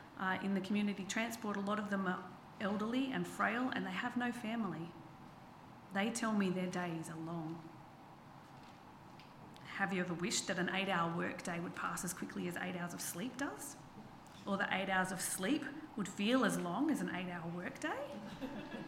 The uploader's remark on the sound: This sermon was preached on the 26/09/23 at Helensburgh and Stanwell Park Anglican Church.